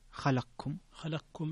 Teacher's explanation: فيها الإدغام الكبير للسوسي إدغام القاف